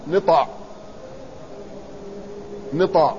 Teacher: أشهرها كسر النون مع فتح الطاء